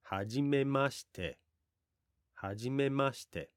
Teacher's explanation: notice this rises and then falls at the end. · Term: intonation